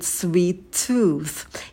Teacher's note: В слове sweet у нас пропадает звук t, потому что следующее слово идет, начинается со звука t.